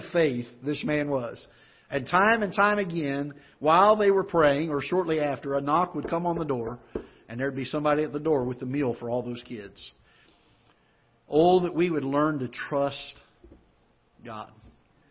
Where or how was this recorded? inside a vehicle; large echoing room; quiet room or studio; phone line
large echoing room